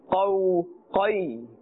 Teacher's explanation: This letter qaf has a hard sound. Also, it's pronounced with a full mouth because it's part of the huruf musta'aliyah.